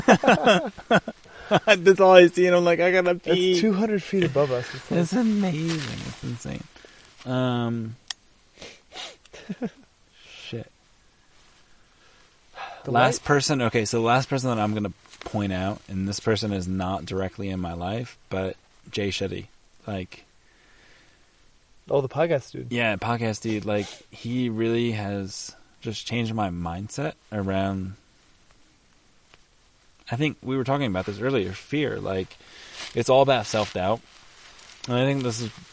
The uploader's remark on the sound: Live show from the backcountry of Canyonlands National Park amid the chaos.